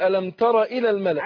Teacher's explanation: ما تمطيش الحركة، هي راء مفتوحة